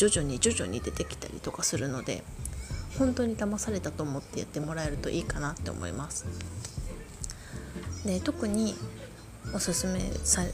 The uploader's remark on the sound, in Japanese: 音声に子供の声だけでなく、テレビの音が入っていたため音楽を初めて導入。